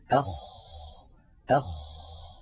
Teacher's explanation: من أولى صفاته أنه مهموس، يعني يجري معه النفس، أخ، فلا بد من إجراء هذا الهمس الذي هو جريان النفس.